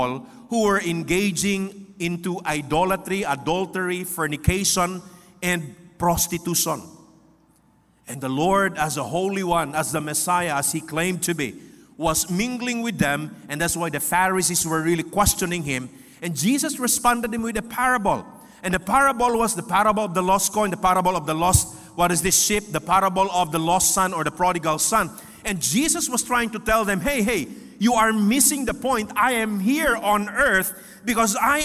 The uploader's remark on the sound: This podcast was recorded live last July 23, 2023 at Zamboanga City Alliance Evangelical Church.